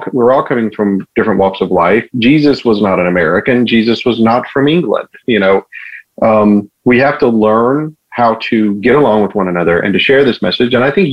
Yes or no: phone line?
yes